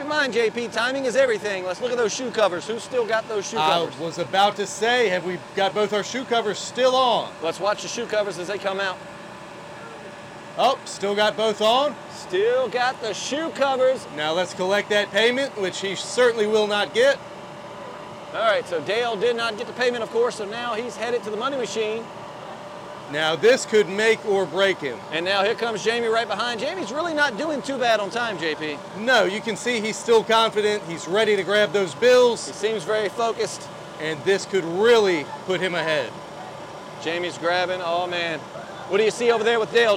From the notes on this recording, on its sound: Report live from the Rogers annual Let's Get It Championship. This championship consists of a physical competition in which the Rogers team members split up into two teams and compete for a prize.